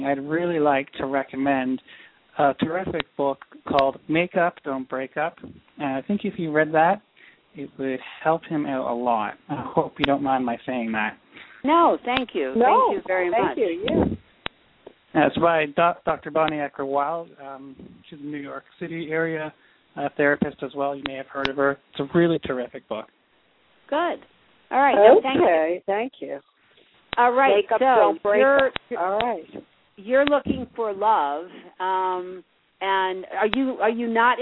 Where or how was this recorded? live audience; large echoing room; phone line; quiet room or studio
phone line